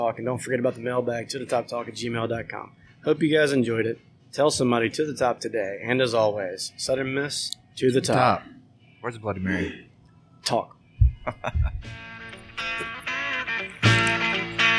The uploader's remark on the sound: An early morning 4th Street Bar visit. Recorded live from 4th Street bar.